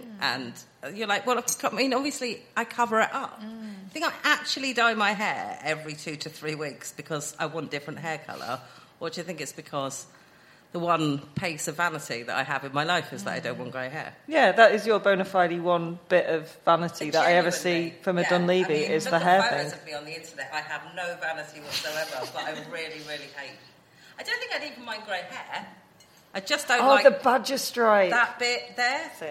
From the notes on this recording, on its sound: SIM Ep 279: Live at London Podcast Festival. Oh yes, we're coming at you live this week and by live, we mean we recorded this at London Podcast Festival at the weekend.